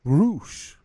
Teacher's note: It's because they roll the R.